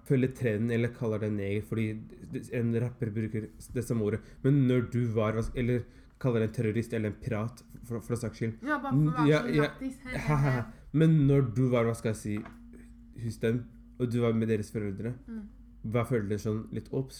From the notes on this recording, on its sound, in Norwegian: Bakgrunns lydene dere hører er moren min som leser quran